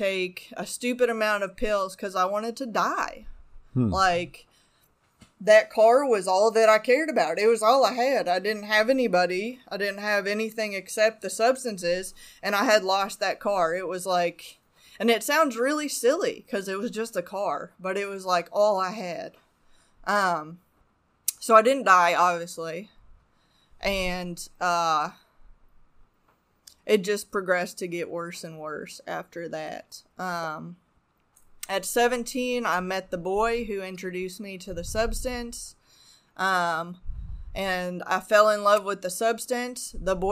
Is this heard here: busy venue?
no